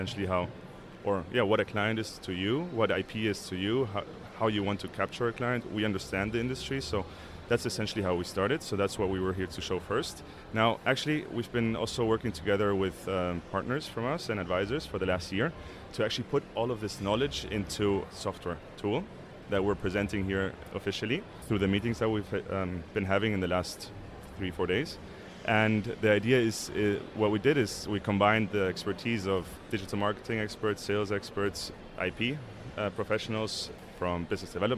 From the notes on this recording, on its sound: We took the podcast on the road to the INTA Annual Meeting in Singapore. We hosted our podcast studio at the Billtrader Expo Booth.